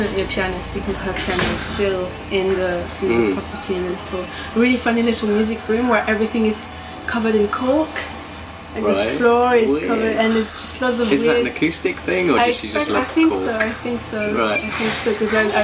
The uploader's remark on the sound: In this first episode we meet at a quirky cafe in North London called Edith's House , apologies for any distracting background noise.